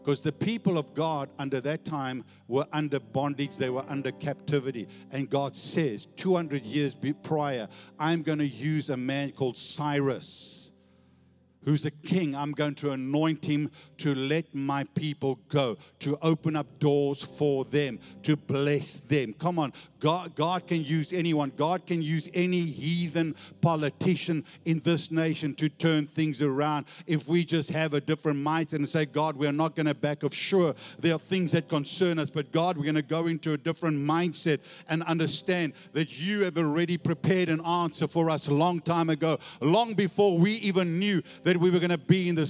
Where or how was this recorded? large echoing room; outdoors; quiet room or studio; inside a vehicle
large echoing room